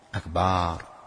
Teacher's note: مد فتحة الباء، الباء فتحة فأشبعها بأن جعلها باء